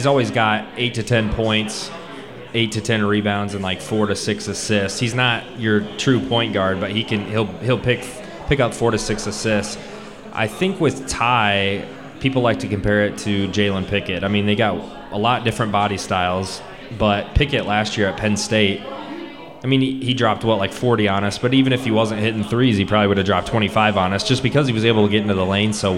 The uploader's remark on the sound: Live at Pour Bros. Podcast live from Pour Bros. In Downtown Champaign to kick off Homecoming weekend.